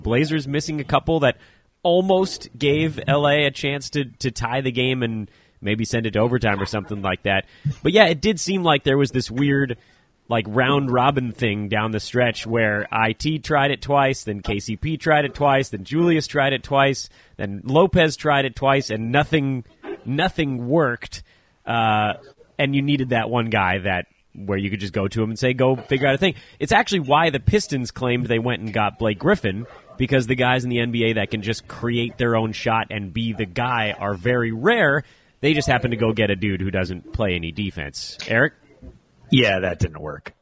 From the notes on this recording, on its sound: live from Mickey D's